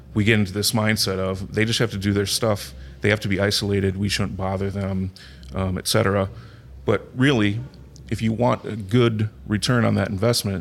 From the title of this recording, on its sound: Live From Agile Midwest